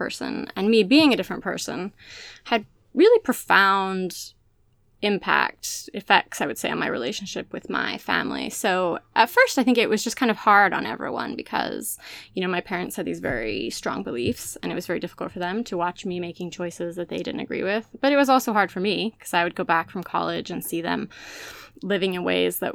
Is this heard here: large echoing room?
no